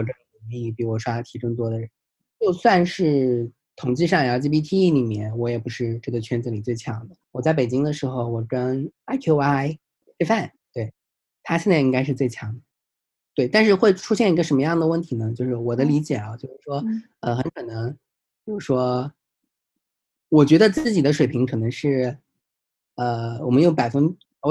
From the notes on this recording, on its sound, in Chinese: Zoom 连线对话。